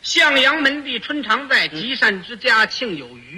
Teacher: 他把每一个字都拉长音